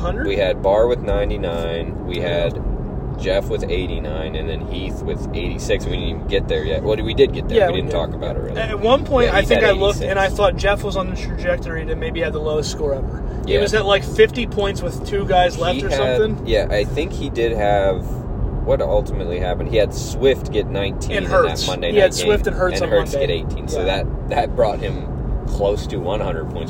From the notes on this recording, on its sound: A whole buffet of an episode, live from the rolling studio.